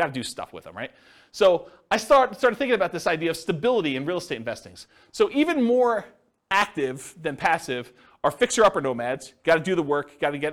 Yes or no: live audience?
yes